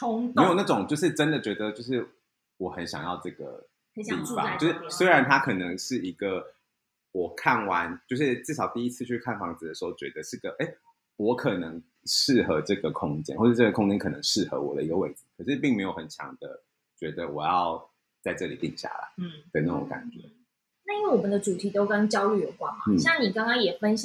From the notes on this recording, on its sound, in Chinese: 由於外錄的音質有點難控制，本集的聲音會有空間感